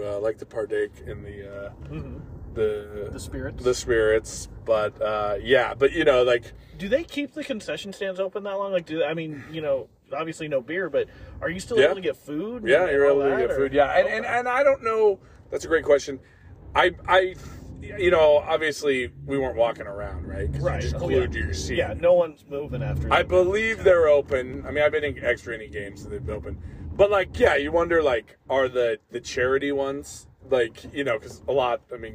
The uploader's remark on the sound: As they hit the road for CarCast 3! The guys find themselves in Lebec, California on their way to Los Angeles for Wrestlemania weekend.